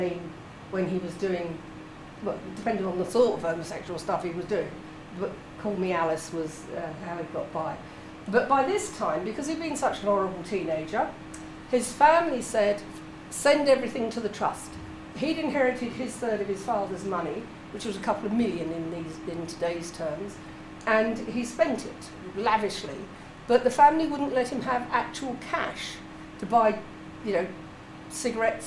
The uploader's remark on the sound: This is an excerpt of a recording of a talk. At the Faversham Speakers Moot. At The Limes Pub (formerly the Chimney Boy) in Faversham.